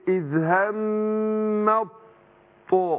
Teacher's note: التاء في الطاء غير، وبعدين حاجه ثانيه ان ابين صفه الاستعلاء والاطباق اللي في الطاء